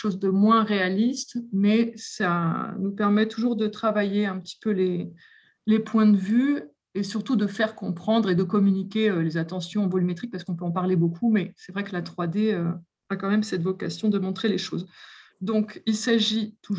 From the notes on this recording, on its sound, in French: Enregistré sur zoom le 20 avril 2021.